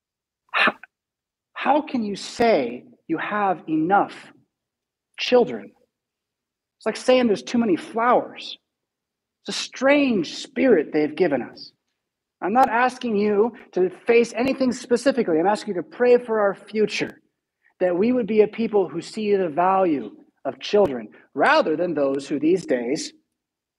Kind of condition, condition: setting, large echoing room